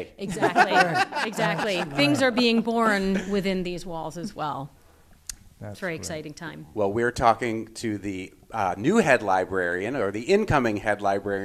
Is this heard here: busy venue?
yes